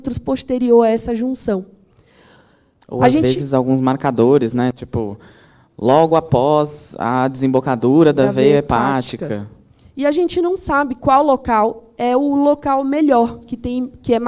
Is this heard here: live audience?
yes